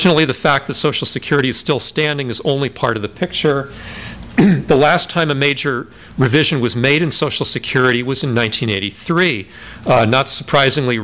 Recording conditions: live audience